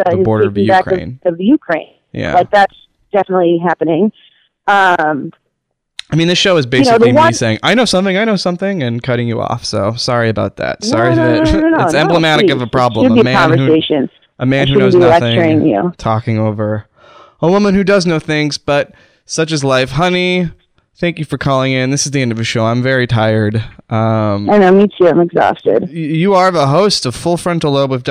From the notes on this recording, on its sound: A post-election call-in show. A special celebrity caller.